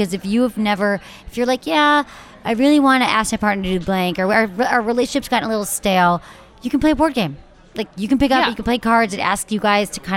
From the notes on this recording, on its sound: live from a sex toy expo